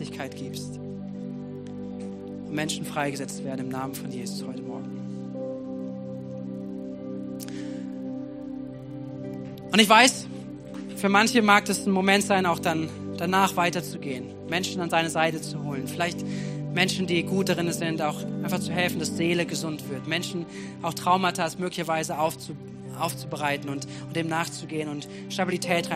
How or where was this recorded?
large echoing room